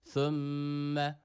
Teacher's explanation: Ve ardından gelen mim, şeddeli olan mim harfini burada biraz tutuyoruz. Hemen bırakmıyoruz. Gunneli bir harftir mim.